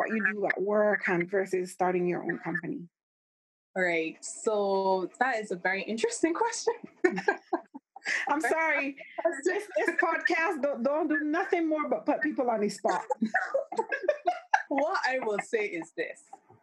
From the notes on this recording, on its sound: Sincere apologies for the sound quality in this episode.